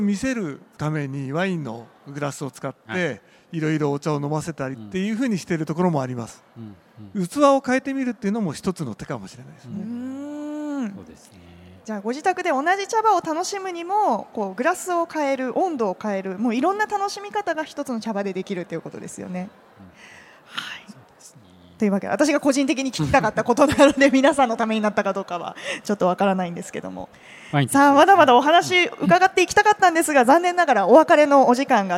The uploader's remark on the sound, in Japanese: CRAFT SAKE WEEK 2023 at ROPPONGI HILLSにて公開収録。